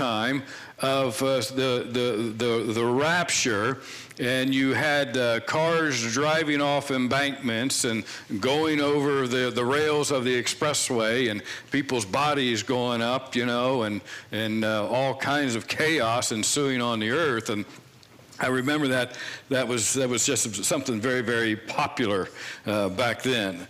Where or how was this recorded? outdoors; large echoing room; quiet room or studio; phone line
large echoing room